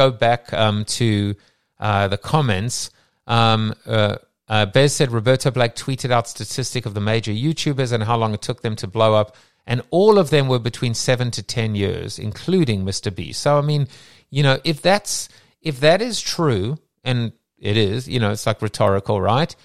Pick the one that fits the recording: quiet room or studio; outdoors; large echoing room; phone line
quiet room or studio